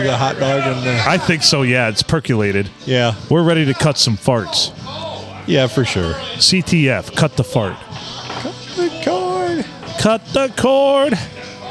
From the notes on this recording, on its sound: Recorded in the 4-69 (Lovely Port Sanilac) at the famous Blue Water Sports Bar.